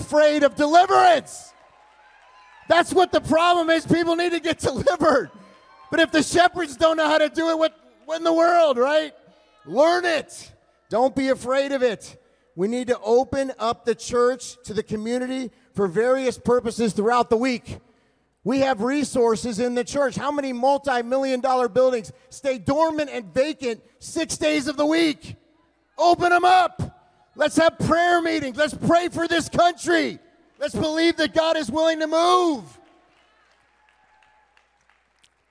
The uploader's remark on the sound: LIVE at ReAwaken America - Miami, FL. Trump Doral, Miami, FL.